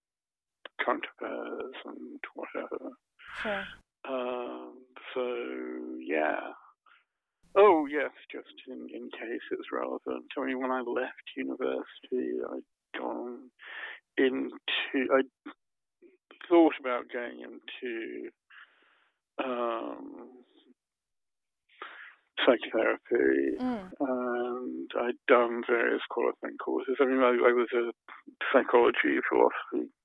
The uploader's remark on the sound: We did this interview over the phone and the sound isn’t optimal, I apologize in advance!